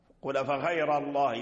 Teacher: فخم الراء وفخم اسم الجلالة